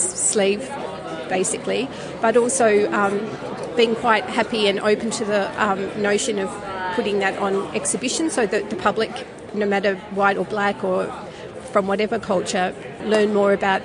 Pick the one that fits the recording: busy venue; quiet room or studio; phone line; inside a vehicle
busy venue